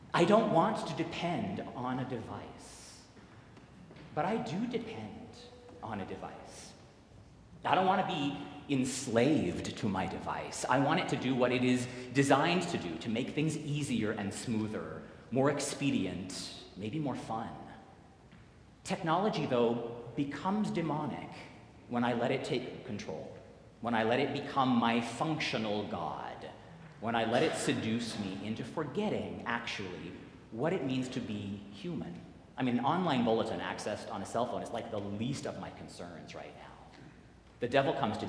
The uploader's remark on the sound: Recorded live at the 10:00 am service on the First Sunday of Lent.